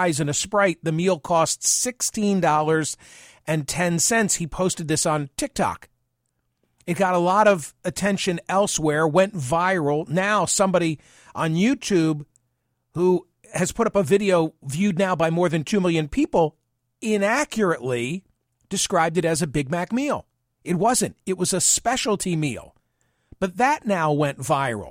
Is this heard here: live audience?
no